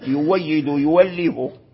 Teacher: حركة ما قبلها، أي ضمة كانت ضمة فأبدلت واو، يويد يوليه، فأبدلت الهمزة هنا واو نظرا على حركة ما قبلها